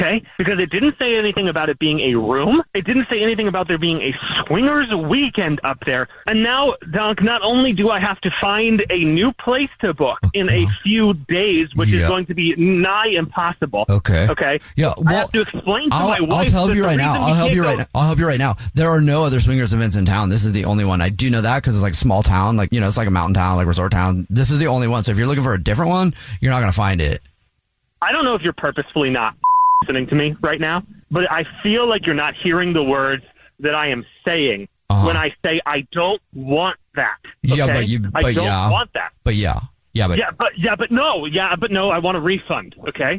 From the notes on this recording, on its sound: Phone Prank